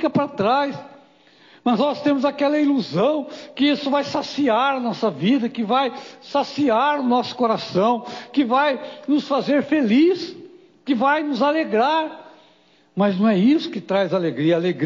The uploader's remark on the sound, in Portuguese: Culto gravado em 26/08/2022 durante culto da cura e libertação